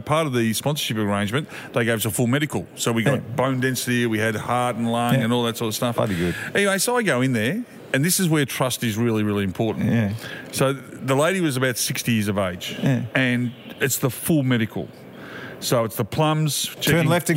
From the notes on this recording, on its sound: Live from the Mountain View Hotel